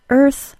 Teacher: First, we have the 8 words that are spelled E-A-R and pronounced as schwa plus R. Remember, schwa plus R really just sounds like an R sound. So the word earth, for instance, is essentially a two-sound word, er and th, earth.